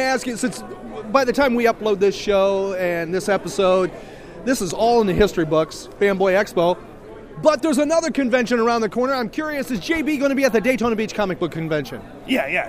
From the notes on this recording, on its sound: recorded at Fanboy Expo Lakeland.